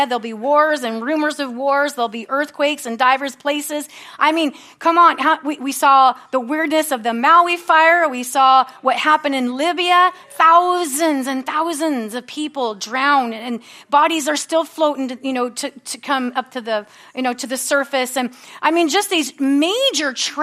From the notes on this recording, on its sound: From the Sunday service on September 17, 2023 at Harvest Bible Church in Stockton, California.